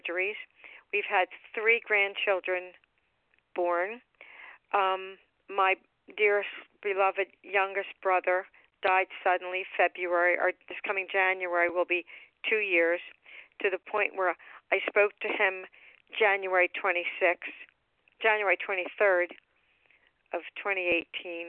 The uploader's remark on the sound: 100 Pounders Phone Meeting